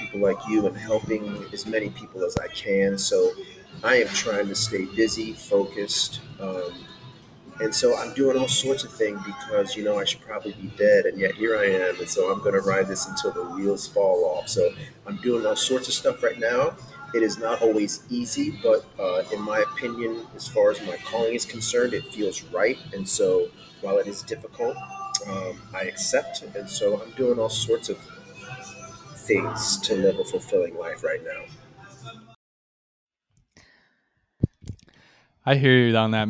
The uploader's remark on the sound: We apologize for the background noise.